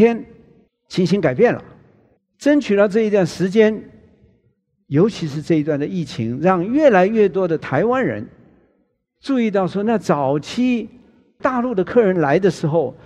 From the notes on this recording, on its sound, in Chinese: 本集節目取自【2023突破者知識跨年饗宴】現場錄音。